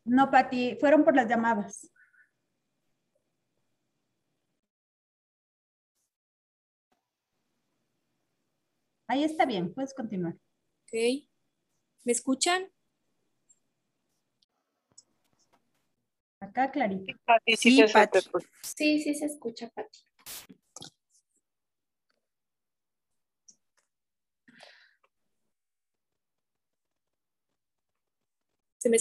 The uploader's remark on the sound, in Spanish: Fue grabado en vivo, ten paciencia, se corta un poquito